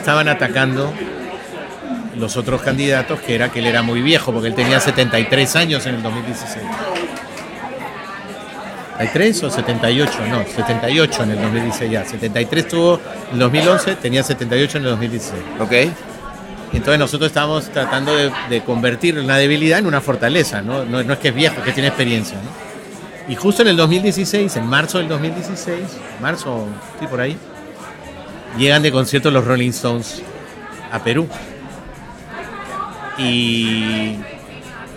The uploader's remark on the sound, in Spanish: Es el primer episodio que se graba en vivo. Desde el Martinez en el Martinez.